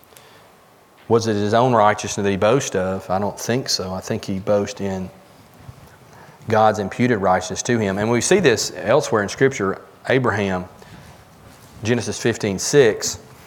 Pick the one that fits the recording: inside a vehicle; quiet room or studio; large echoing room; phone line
large echoing room